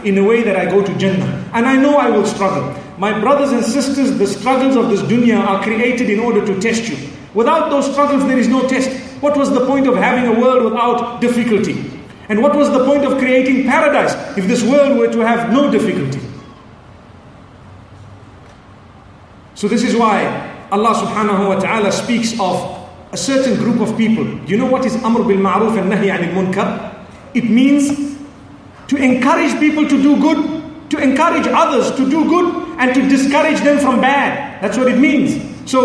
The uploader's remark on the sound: Connecting the Pearls Conference, Manila Philippines